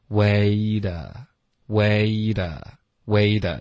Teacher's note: 保持一致的气流，然后轻轻的舌头弹一个的的音